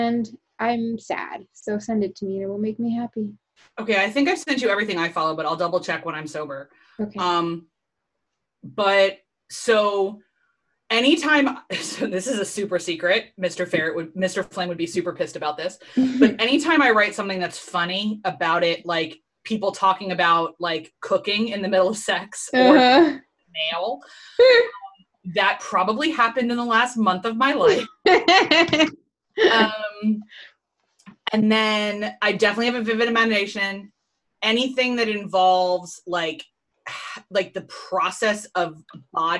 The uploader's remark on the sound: We had a virtual happy hour earlier this week and we decided to hit record!